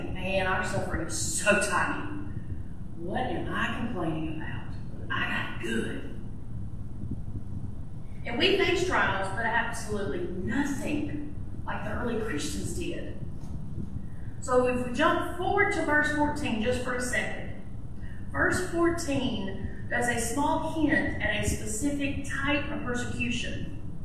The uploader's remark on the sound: This message was previously recorded at Ashville First Methodist Church.